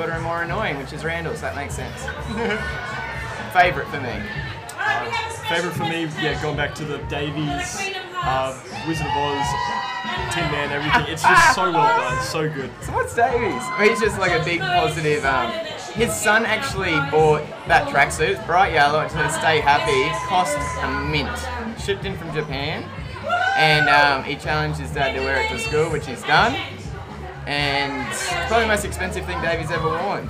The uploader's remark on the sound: Live from the Quad. Recorded this episode amongst the hustle and bustle of Book Week in the school's quadrangle.